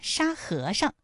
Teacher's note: 沙和尚这三个字，他们的声调分别是一声、二声和轻声 · 在这里面最后那个上，它是读轻声